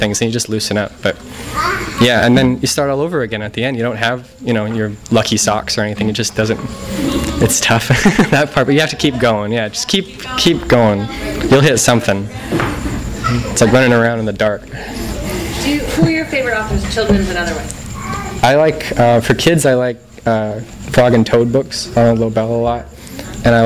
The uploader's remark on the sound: THIS EVENT WAS RECORDED LIVE AT SKYLIGHT BOOKS.